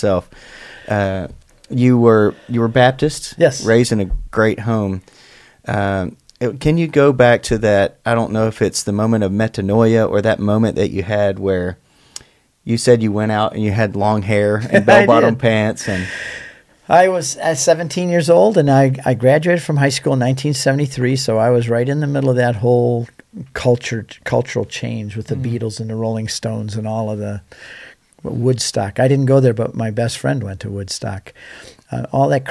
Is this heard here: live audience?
no